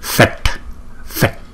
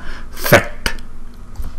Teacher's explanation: Nó cái lưỡi chúng ta phải cong lên và cái hơi từ trong cuống họng chúng ta đọc ra và đọc một cách mạnh mẽ.